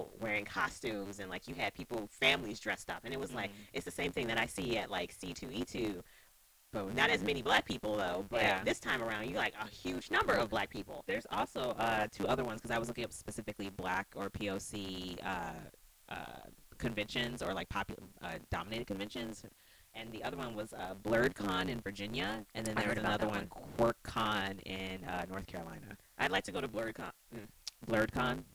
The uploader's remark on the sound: Audio degradation is a thing. Learning how to edit your own podcast with no audio experience is both exciting and palpitating.